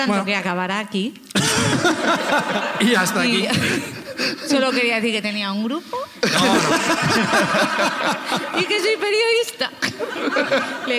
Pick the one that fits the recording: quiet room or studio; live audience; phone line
live audience